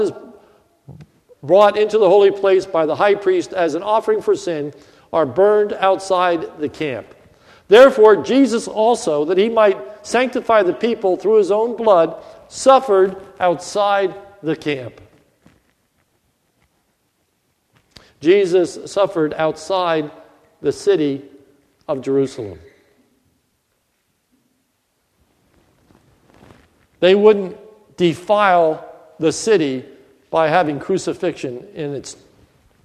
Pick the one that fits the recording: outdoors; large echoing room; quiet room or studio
large echoing room